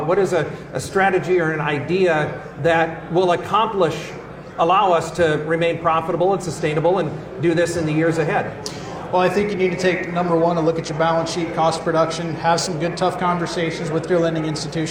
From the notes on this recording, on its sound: This episode was taped in front of a live audience at the 2023 York Ag Conference in York, Nebraska.